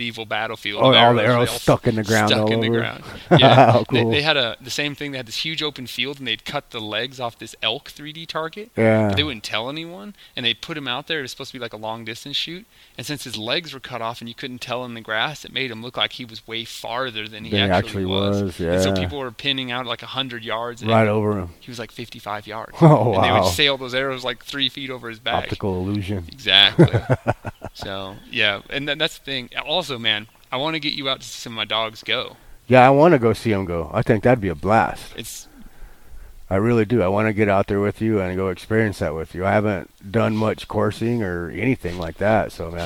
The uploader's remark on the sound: sit outside in the beautiful woodlands of southern New Mexico